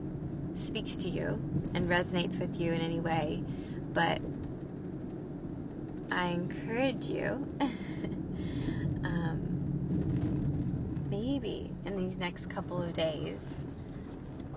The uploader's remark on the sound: In this episode I share raw and real from my heart while driving in my car.